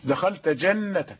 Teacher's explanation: إذ دخلت جنتك، دخلت ج برضو متقاربين، التاء من طرف اللسان والجيم من وسط اللسان